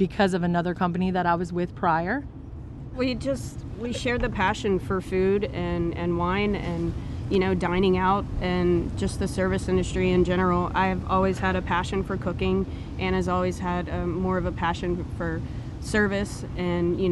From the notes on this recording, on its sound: On Columbia Street in the heart of downtown Covington, you'll find Cured. Joined us in their back garden.